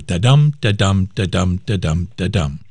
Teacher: a standard line of iambic pentameter is 5 iambic feet in a row